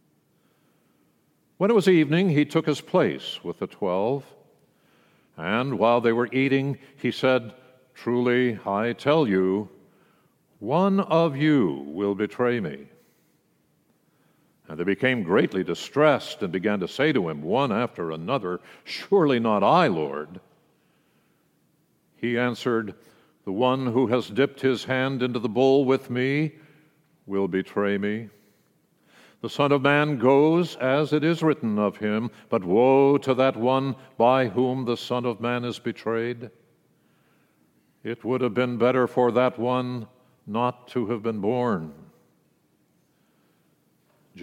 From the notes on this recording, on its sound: World Communion message delivered during the Traditional Worship service.